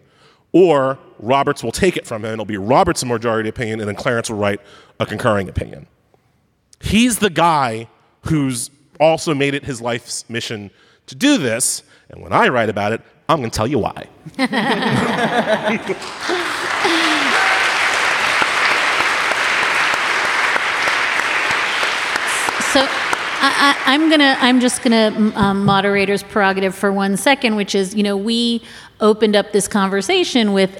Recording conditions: live audience